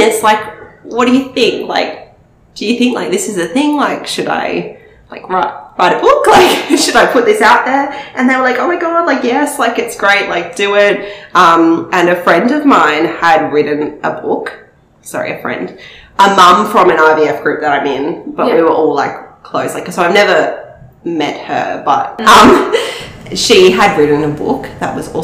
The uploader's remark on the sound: Apologies for the high-pitched laughing as we invested in a new mic!